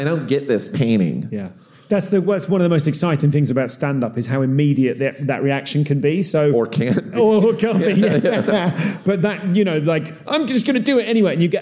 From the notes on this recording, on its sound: live at South By Southwest